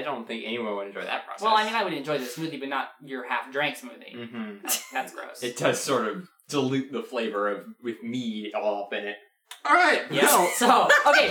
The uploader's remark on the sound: Four of the six members of the Whales are Whales Pod-Cast are in the same exact house hold, which means that everyone has super bad audio because no one is professional enough to set up four microphones! Instead, they use one during a thunderstorm and have to use tons of noise cancellation to make anything sound good!